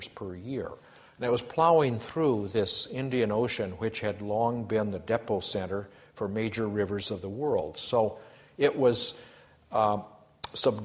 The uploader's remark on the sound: A Sydney Ideas lecture